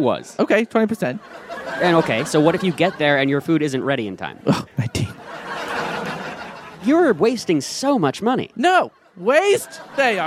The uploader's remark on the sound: Recorded at Improv Asylum in Boston Massachusetts.